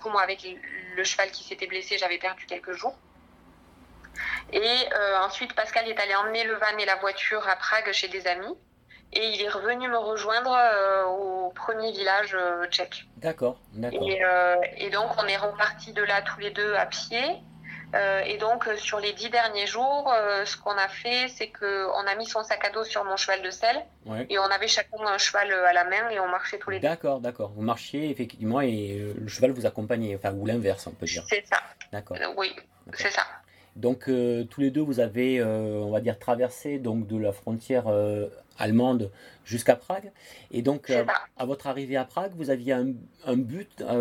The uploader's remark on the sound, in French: interview enregistrée le 22 août 2022 par téléphone